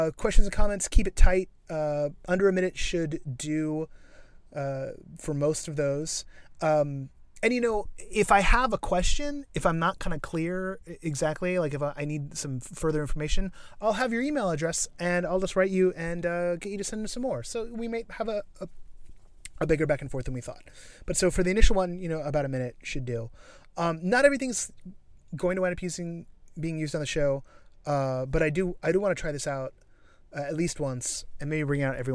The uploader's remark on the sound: Recorded in a car and at the Oculus Story Studio's press event for Henry.